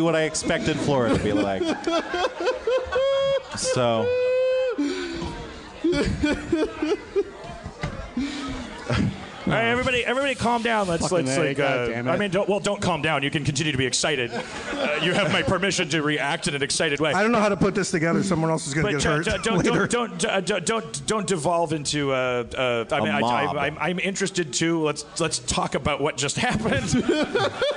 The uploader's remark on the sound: LIVE From Magic City Comic Con.